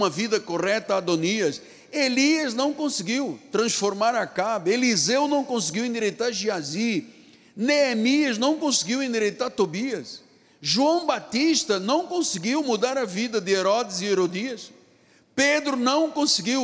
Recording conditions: large echoing room